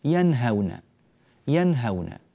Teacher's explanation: أظهرنا النون، يعني نطقناها من مخرجها من غير زيادة في الغنة ولا تأثر ولا دخلت فيما بعدها ولا أخفيت ولا حصل فيها أي شيء، إنما نطقناها بوضوح من مخرجها، بوضوح من مخرجها، سواء كان ذلك في النون الساكنة مع الهاء في كلمة أو في كلمتين، أو كان ذلك حتى في التنوين. · Term: الإظهار